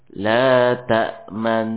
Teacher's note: Namun setelah nun disukun, ya, setelah kita masuk kepada nun sukun, kedua huruf atau kedua bibir segera dimajukan sebagai isyarah bahwasanya pada nun yang bertasydid tersebut ada nun yang berharokat dhammah. Adapun ujung lisan tetap pada makhraj nun. · Term: ismam